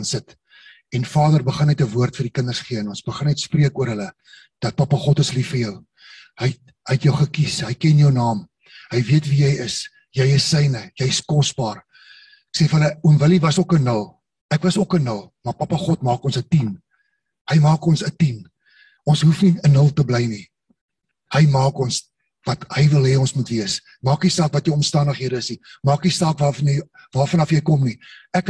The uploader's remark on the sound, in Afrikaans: Manne van die Woord Zoom Byeenkoms 29 Maart 2022